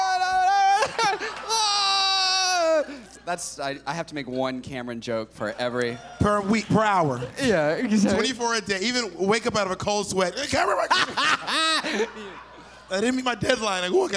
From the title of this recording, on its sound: Live]